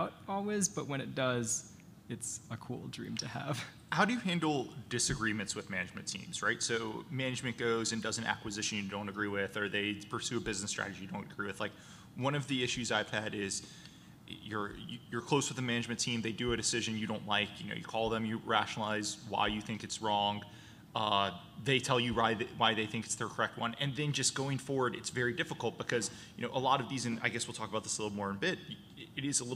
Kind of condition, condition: setting, busy venue